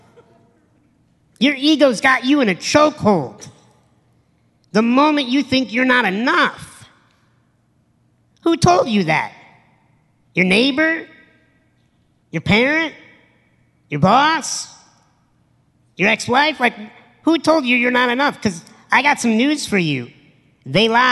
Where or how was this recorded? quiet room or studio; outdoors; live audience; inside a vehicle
live audience